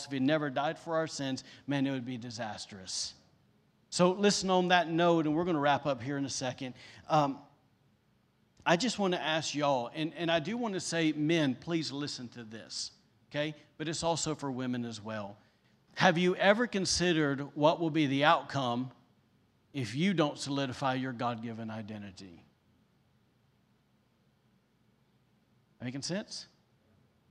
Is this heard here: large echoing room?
yes